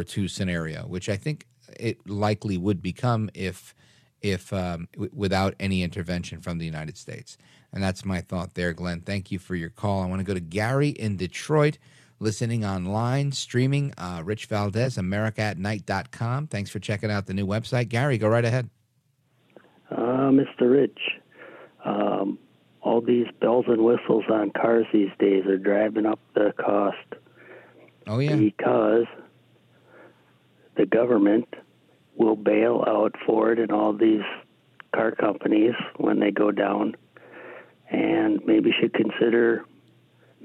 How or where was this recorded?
phone line